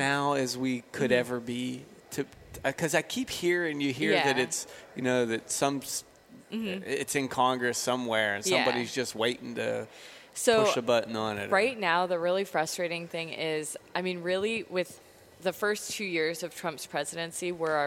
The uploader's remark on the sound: Live from the Great American Outdoor Show